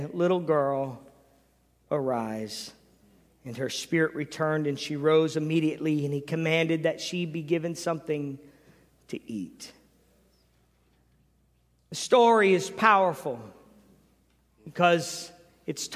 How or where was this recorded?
large echoing room